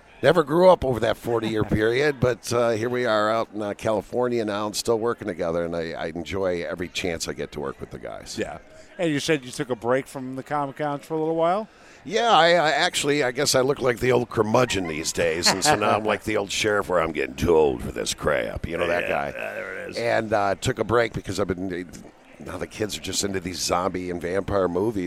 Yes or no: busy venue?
yes